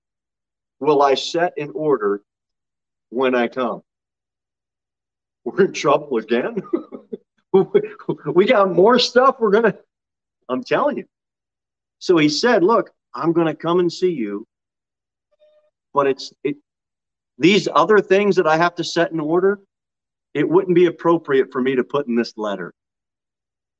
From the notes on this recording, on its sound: Sermon delivered at Pilgrim Baptist Church on Thursday, May 12, 2022 at 6 pm. Jere Whitson Rd.